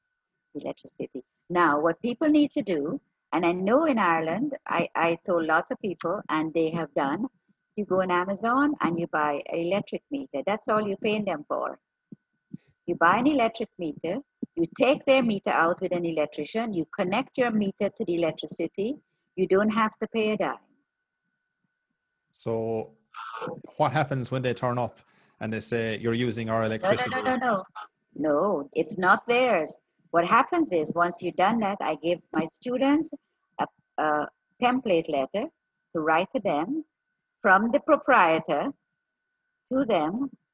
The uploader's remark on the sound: Apologies for the sound quality.